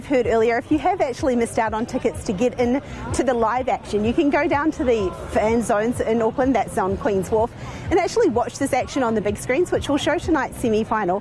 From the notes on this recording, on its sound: joins us from outside Eden Park.